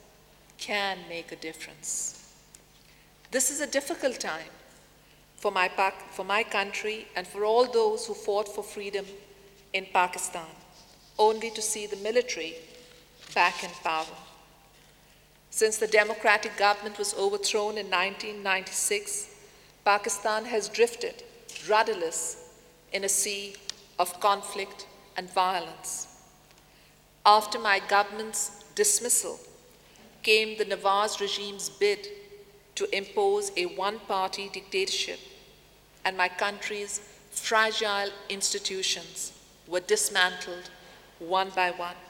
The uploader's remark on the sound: In this video podcast, recorded at the 2000 International Achievement Summit in London, England. The Academy's student delegates.